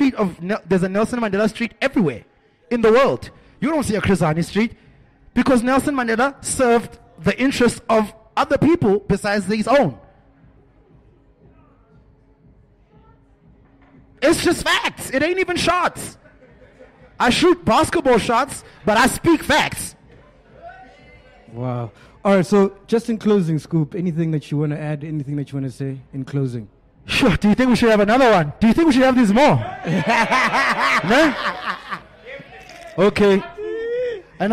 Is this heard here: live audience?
yes